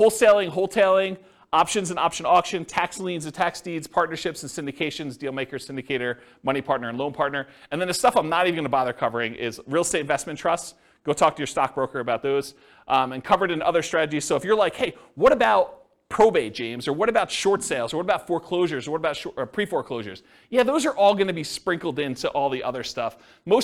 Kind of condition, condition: setting, live audience